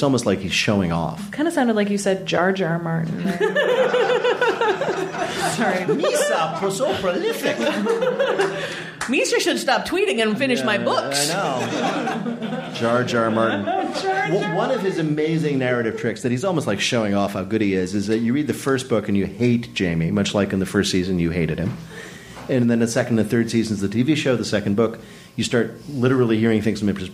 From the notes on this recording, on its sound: From our live event. There were technical difficulties at Cards Against Humanity HQ.